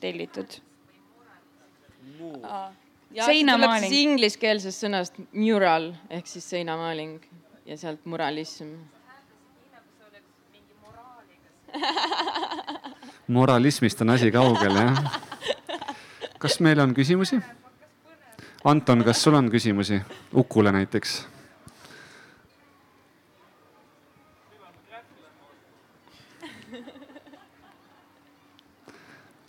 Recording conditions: busy venue